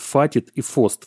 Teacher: в словах типа «хватит» и «хвост» может произойти обратная замена в южнорусских говорах, там произносят «фатит» и «фост» вместо этого «хв». Вот здесь такое же явление, просто вот с другими типами согласных.